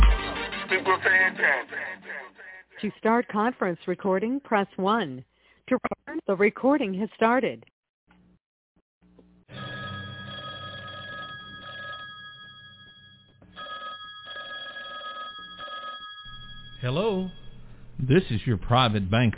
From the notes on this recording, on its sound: TNTSuperfantastic Conference Call - Friday, May 28, 2021